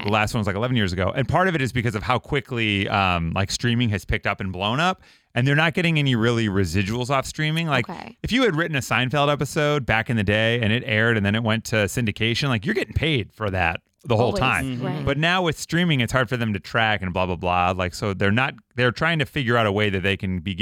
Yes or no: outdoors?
no